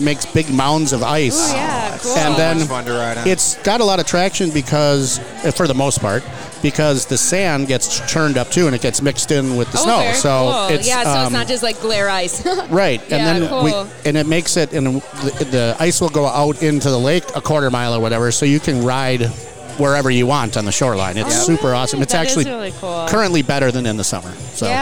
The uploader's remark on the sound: live recording of the Grand FunDuro Ball at the Illinois State Park Beach Resort and Convention Center